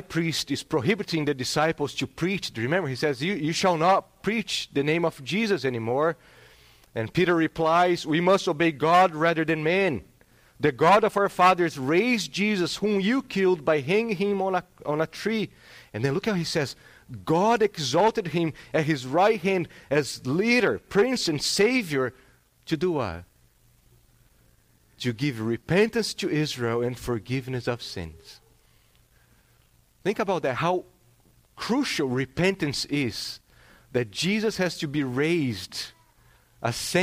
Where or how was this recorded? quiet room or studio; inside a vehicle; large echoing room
large echoing room